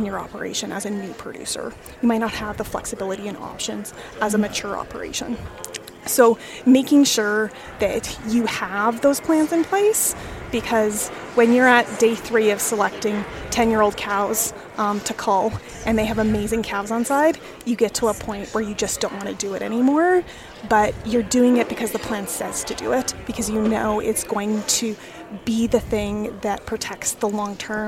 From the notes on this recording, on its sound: Recorded at the 2023 Canadian Beef Industry Conference in Calgary